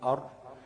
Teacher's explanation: يعني ظهر اللسان بيبقى له في مخرج الراء، يعني مخرج الراء بيعتمد على طرف اللسان مع ظهر اللسان · طرف اللسان بيخبط فين؟ في لثة الأسنان العليا بس تحت النون بشوية